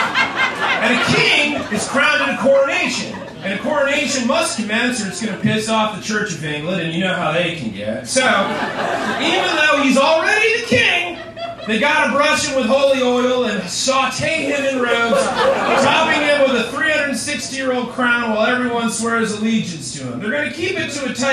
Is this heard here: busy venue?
yes